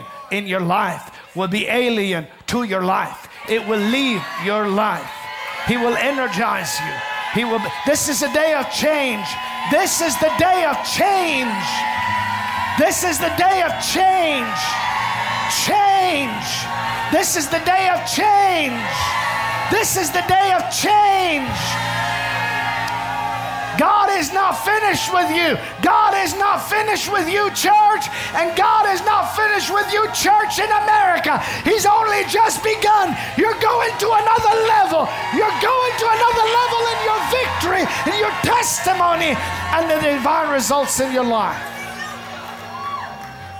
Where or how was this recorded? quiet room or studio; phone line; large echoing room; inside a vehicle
large echoing room